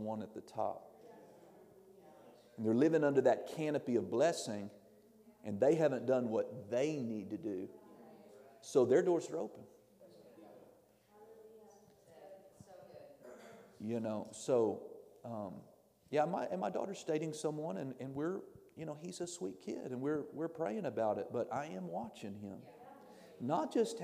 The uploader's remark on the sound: This audio was taken from a class on 10/12/2021 at World Harvest Bible Training Center in Murrieta, CA